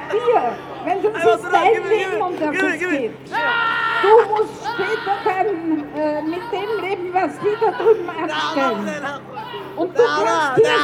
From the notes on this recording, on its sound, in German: Demo gegen Akademikerball am 16.2.2024 in Wien. Aufnahme aller Reden auf der Auftaktkundgebung vor der Uni Wien und der Abschlusskundgebung am Stephansplatz.